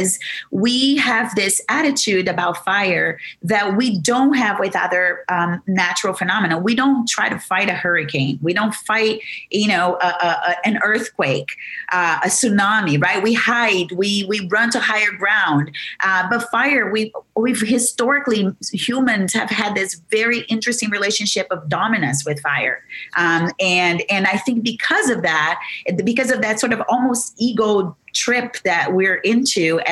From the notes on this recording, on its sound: this Zócalo/Huntington-USC Institute on California and the West event was held on Zócalo’s YouTube and Twitter channels.